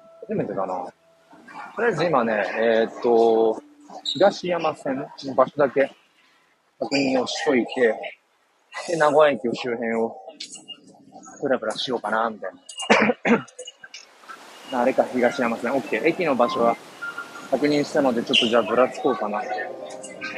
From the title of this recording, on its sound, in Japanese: 人生初の名古屋駅周辺を散策中。